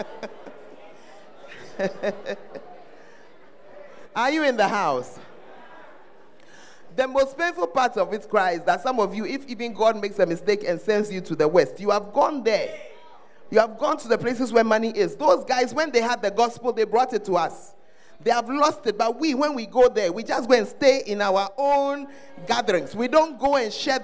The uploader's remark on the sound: Preached at First Love Church, Ayeduase